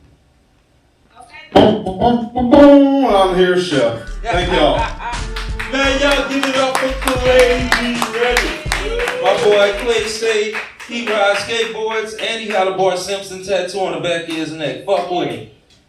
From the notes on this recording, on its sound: Comedy! Live from Capital Park. Recorded at Capital Park Bar in Baton Rouge, LA.